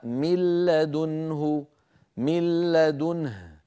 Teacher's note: ولا يبقى من النون شيء، لا ذاتها ولا غنتها، لا جزءها اللساني ولا جزءها الخيشومي · Term: إدغام النون الساكنة